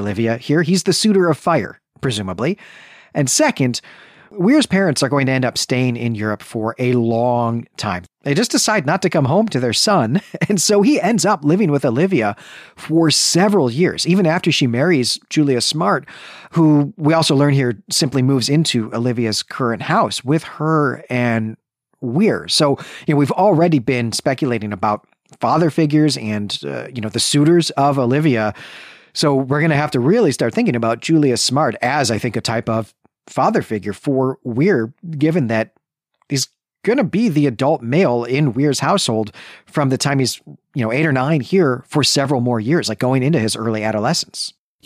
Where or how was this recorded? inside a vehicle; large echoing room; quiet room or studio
quiet room or studio